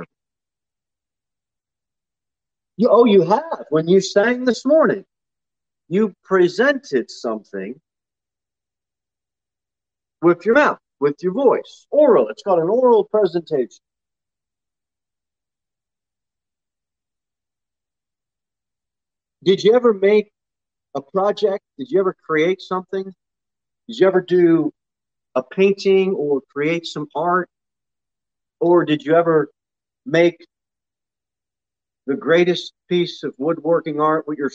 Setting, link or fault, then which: setting, large echoing room